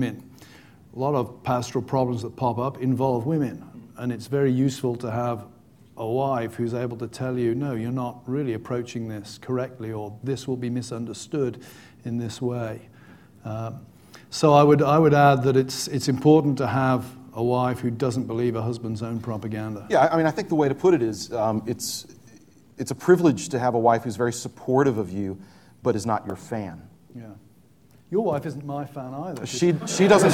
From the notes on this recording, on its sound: on a LIVE panel at the annual Preaching Conference at Westminster Theological Seminary